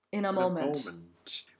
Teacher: You could put a glottal on in and then leave it out on the a. · Make sure that nt sounds. Sing on the N for a fraction of a second and release the T.